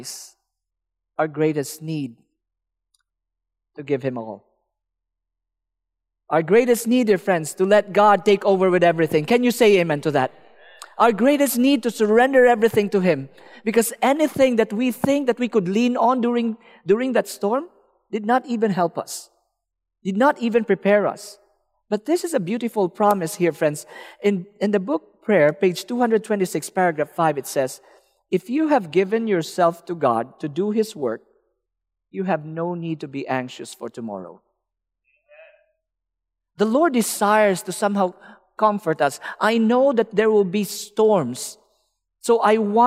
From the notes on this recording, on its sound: Welcome to the 2021 Michigan Conference Campmeeting.